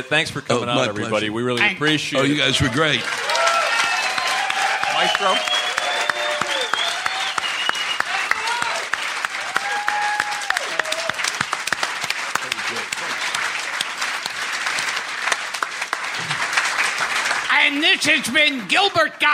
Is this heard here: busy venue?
yes